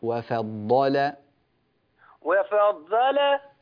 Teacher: بعد أن تنتهي من تفخيم الضاد ادخل إلى اللام ورققها